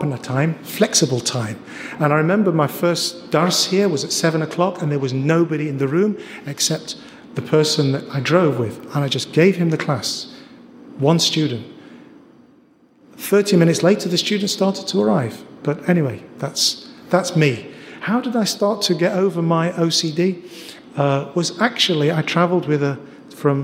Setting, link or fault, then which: setting, live audience